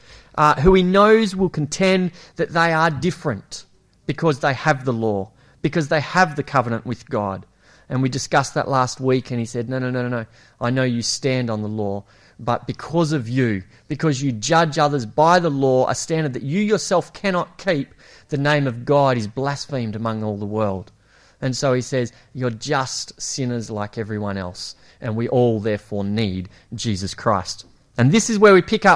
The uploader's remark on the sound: It was preached at Esperance Church of Christ